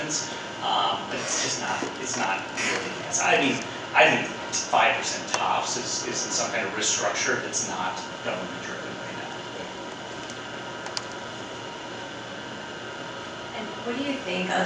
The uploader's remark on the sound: At the Digital Health Dinner and Keynote the night before the 19th annual Healthcare Private Equity and Finance Conference.